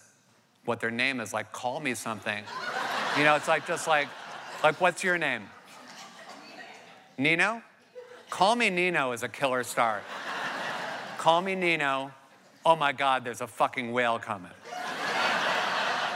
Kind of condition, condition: setting, live audience